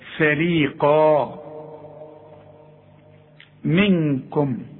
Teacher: والقاف مدام بعدها مد بيبقى اعلى درجات التفخيم. اذا بتبدأ الكلمة بحرف مرقق جدا، وبعدين بتنتهي بحرف مفخم جدا.